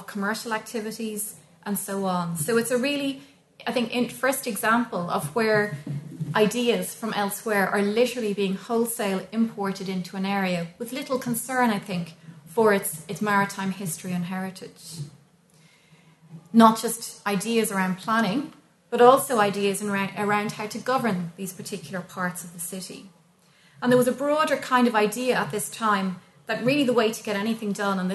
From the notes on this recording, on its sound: recorded at the Dockland Encounters Symposium